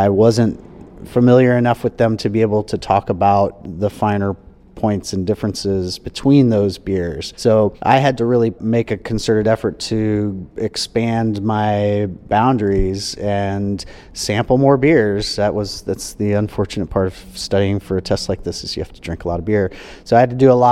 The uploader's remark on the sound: while he was in Washington DC at Brewers Association Conference